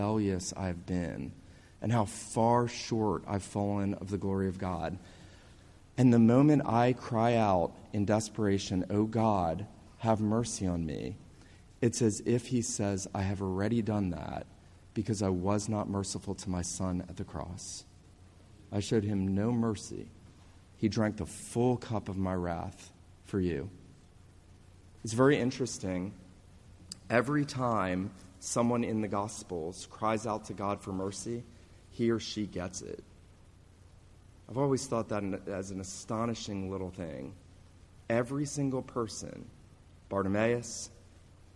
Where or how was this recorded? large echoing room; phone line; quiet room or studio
large echoing room